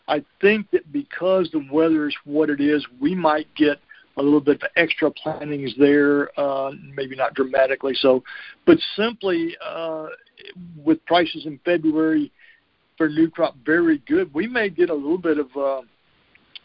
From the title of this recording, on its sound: Monthly Conference Call